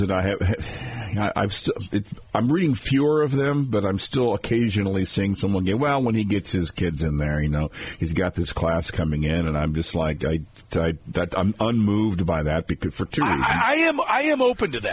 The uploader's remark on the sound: Listener Calls. Then we took some calls before getting some Royals audio.